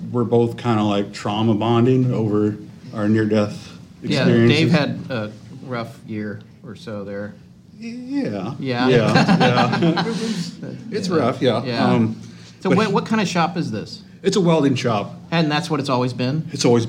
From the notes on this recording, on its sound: Tales from Monster Fest 2023. A packed and exciting ballroom full of vendors. Live taping in front of an audience.